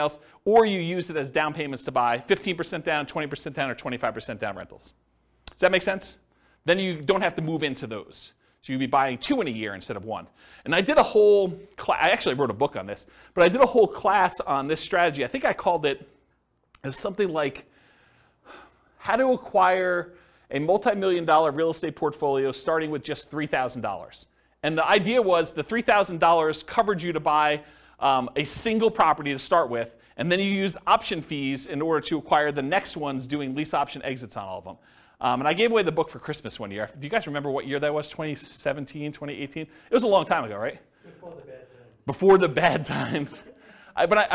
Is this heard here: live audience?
yes